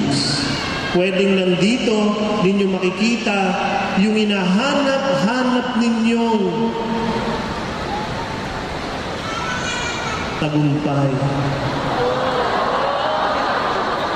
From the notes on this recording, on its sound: This talk was recorded from Rizal Grand Feast 2016